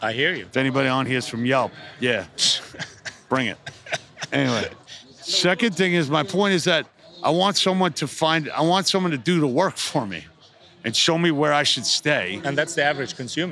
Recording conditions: busy venue